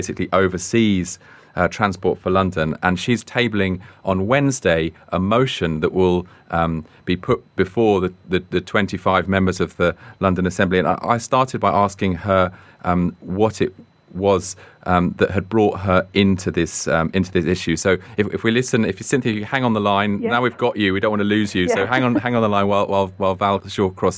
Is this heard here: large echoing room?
no